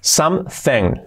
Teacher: La G prácticamente no se pronuncia